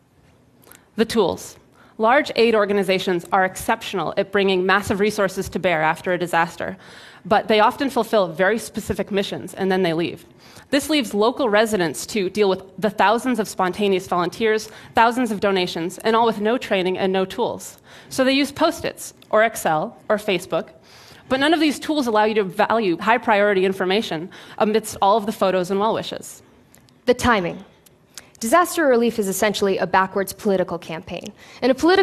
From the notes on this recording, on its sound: Filmed at TEDxBoston